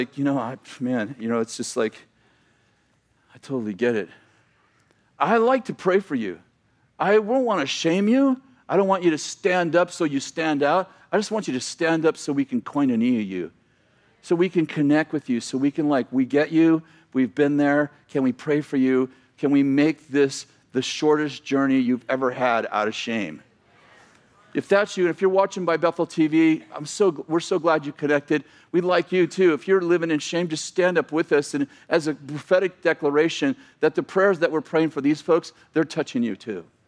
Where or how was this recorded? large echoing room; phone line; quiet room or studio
large echoing room